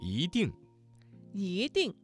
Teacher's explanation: 这个词当中的一在四声之前，它的读音就变成了二声。 · Term: 语流音变